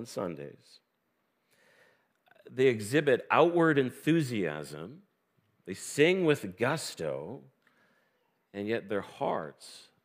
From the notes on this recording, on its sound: This sermon was recorded. In Blessings Christian Church located in Hamilton, Ontario.